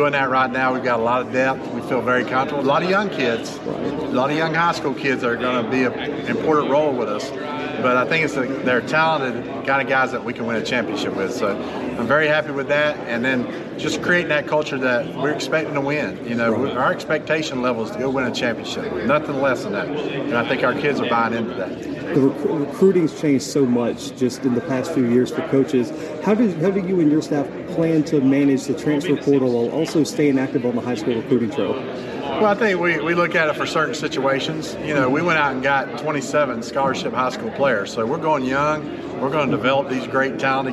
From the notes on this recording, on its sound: The Bluebloods are live from SoCon Media Day in Asheville, NC.